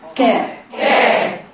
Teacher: أسفل مخرج القاف من اللسان قليلا، أي أقرب إلى مقدم الفم من القاف · مخرج يخرج ما بين أقصى اللسان وما يحاذيه من الحنك الأعلى · Term: حرف الكاف